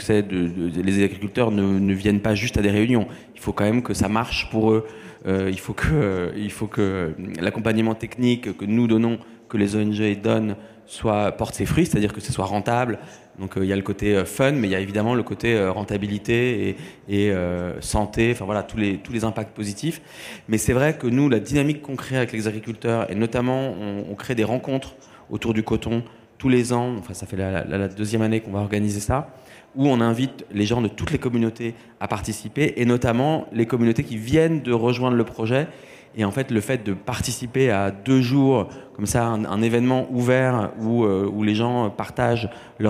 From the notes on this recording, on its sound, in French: Était en captation live lors d'une conférence organisée par VEJA, sur le coton. On vous propose d’assister à la conférence organisée par VEJA à Bordeaux sur le coton.